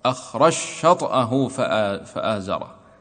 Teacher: حيث أدغم الجيم في الشين · Term: الإدغام